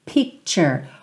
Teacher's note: Olha o arzinho no P, P, P e chur, chur